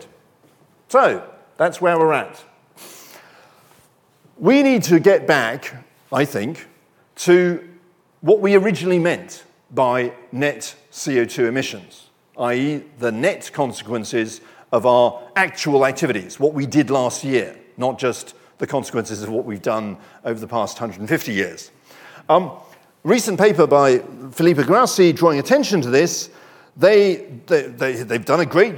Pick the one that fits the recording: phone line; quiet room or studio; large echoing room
large echoing room